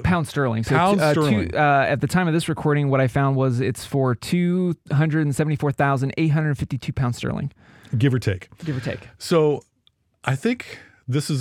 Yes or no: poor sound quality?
no